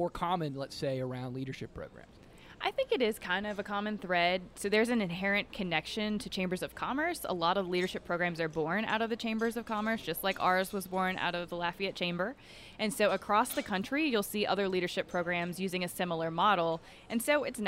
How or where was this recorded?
busy venue